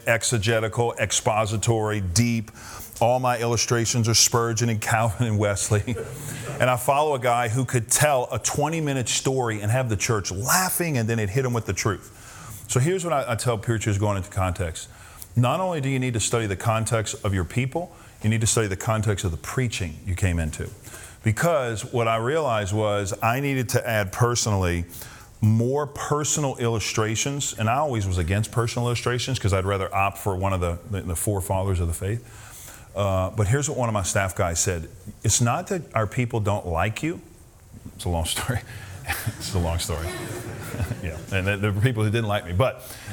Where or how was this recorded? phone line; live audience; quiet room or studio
live audience